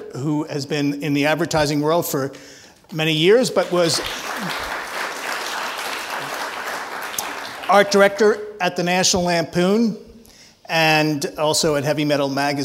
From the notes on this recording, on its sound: recorded in front of a live audience on September 10, 2015 at New York’s 92nd Street Y.